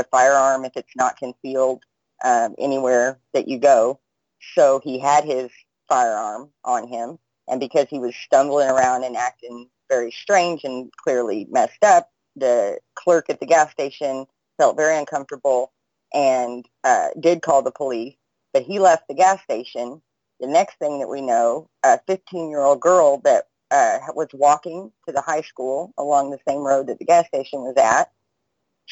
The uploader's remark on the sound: Freedomain Call